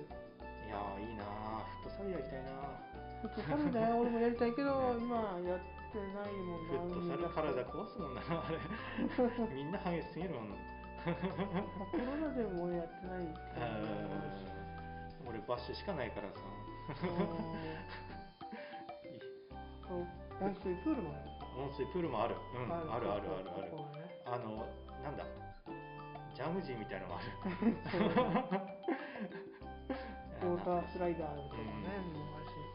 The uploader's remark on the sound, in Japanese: 雑音が酷く、切った貼ったで うまく伝わらないところもあるかもしれません